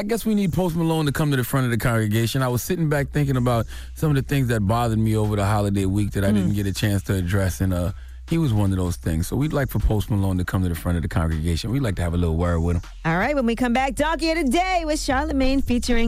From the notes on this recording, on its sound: we opened up the phone lines